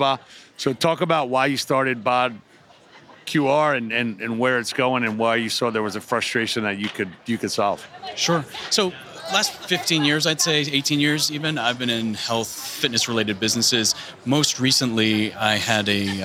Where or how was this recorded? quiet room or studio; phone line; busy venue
busy venue